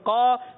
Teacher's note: قا حرف مستعلیہ میں سے ہے اور ایک الف کھینچ کر بھی ادا کرنا ہے